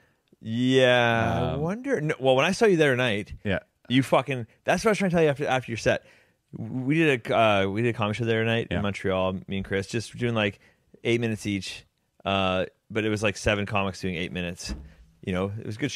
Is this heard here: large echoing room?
no